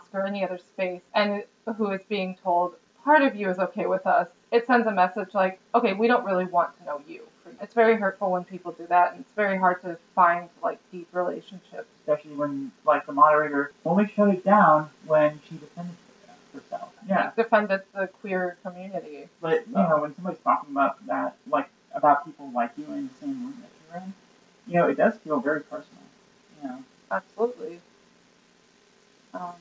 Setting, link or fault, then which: fault, poor sound quality